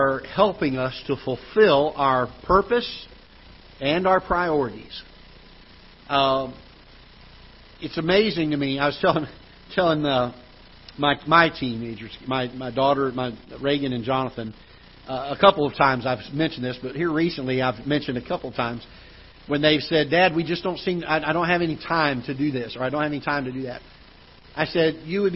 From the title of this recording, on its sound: Ketha Heights Baptist Church ~ Live Broadcast